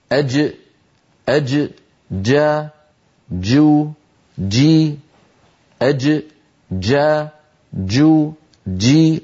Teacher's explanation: من وسط اللسان، شديدة يعني محبوسة الصوت، مجهورة يعني محبوسة النفس · Term: الجيم الفصيحة